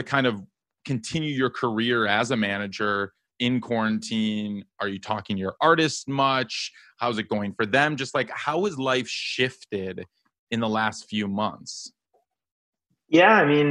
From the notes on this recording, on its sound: This is a live episode, virtually, on Zoom. They were able to ask questions at the end of the episode.